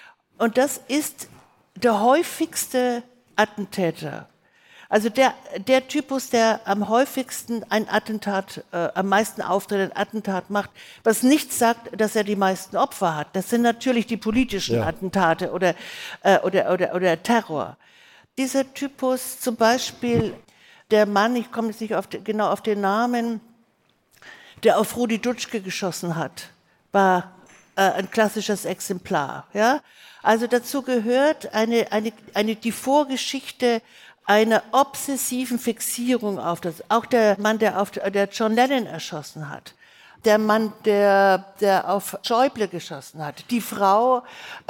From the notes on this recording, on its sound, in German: Ein Live-Mitschnitt vom Podcast-Festival. April 2023 in Berlin.